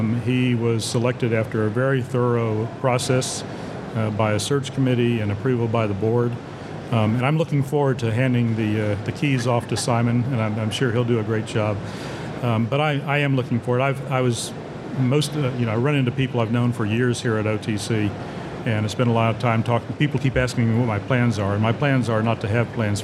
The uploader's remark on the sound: at Offshore Technology Conference 2023